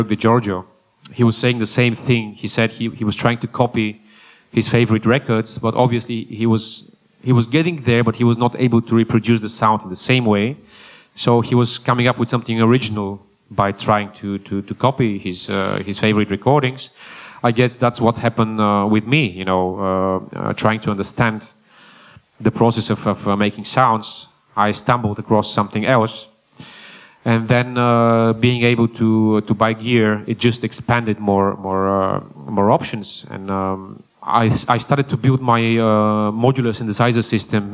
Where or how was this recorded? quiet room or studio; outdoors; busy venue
busy venue